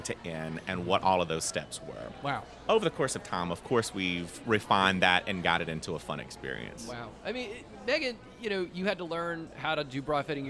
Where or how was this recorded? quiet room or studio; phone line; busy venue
busy venue